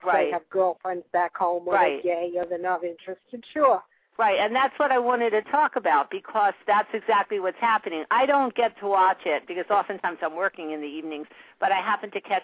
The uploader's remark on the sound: live call-in radio talk show